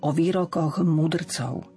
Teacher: ch na konci slova výrokoch sa nám mení na znelé h